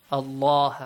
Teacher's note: The letter lam in the word Allah is pronounced with a heavy sound.